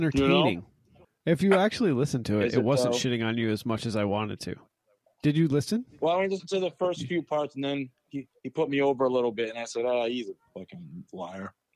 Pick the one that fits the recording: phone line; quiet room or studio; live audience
phone line